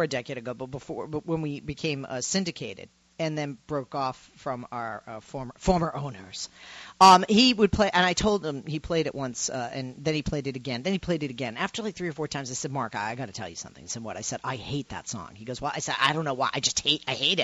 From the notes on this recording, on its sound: In this open phones hour I take calls from the audience